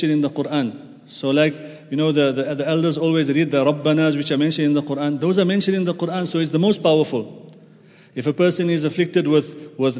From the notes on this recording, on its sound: at the Houghton Masjid (West Street)